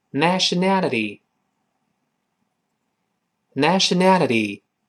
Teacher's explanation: 前面那个 e，后面那个 e，声带都震动，读快了之后，那个 t 跟着一块震动起来了 · Term: 浊化